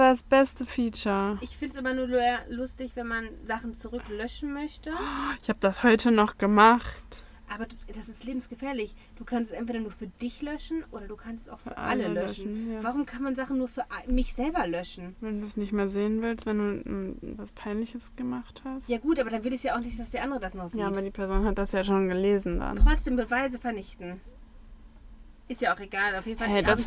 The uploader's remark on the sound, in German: Unausgewogener Sound live aus Wilma